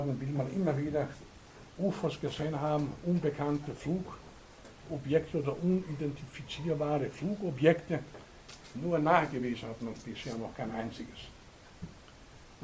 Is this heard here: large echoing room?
yes